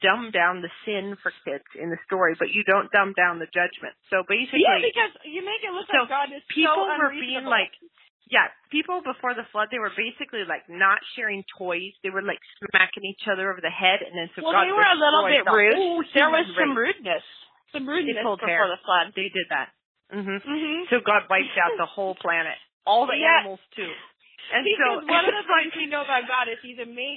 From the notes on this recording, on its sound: We attempted a long distance podcast with half the team in Florida, the other half running around the house taking pictures of toddlers in Idaho. Via a recorded phone call.